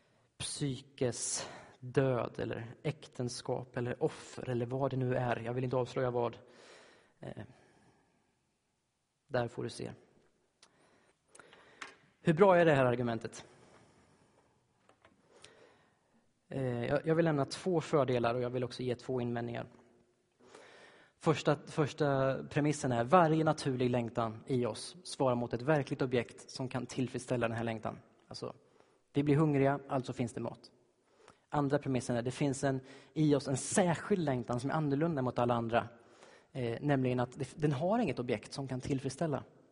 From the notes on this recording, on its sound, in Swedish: Inspelad i Baptistkyrkan Tabernaklet i G&#246;teborg. Inspelad i Baptistkyrkan Tabernaklet i Göteborg.